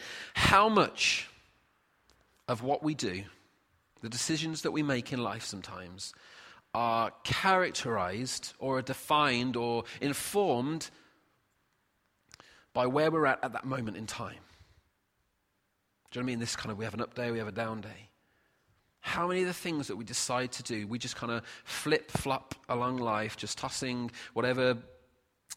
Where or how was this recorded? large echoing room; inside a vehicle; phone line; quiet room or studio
large echoing room